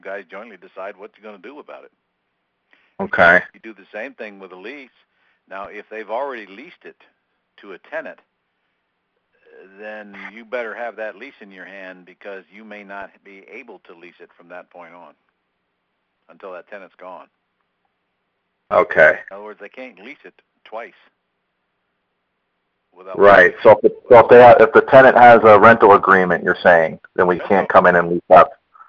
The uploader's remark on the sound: Q&A Call